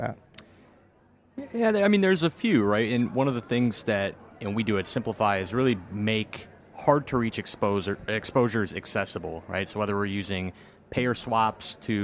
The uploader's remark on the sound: on the sidelines of the Inside ETFs conference in Hollywood, Florida